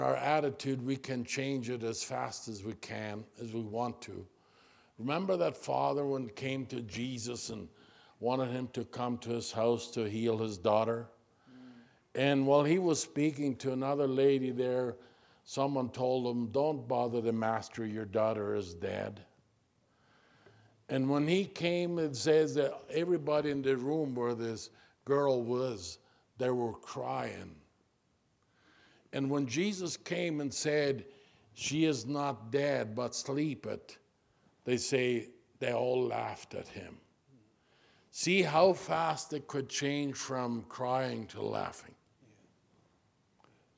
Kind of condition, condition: setting, large echoing room